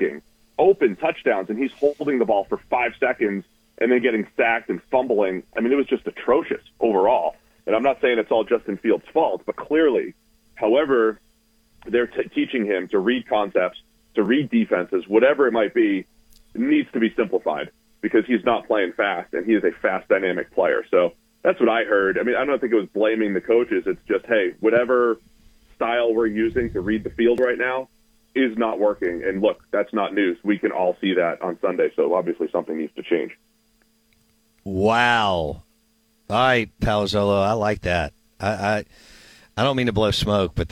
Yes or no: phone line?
yes